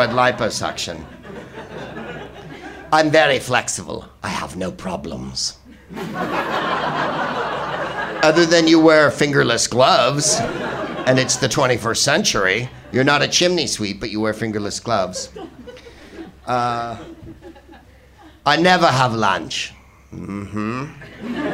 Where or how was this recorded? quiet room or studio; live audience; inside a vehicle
live audience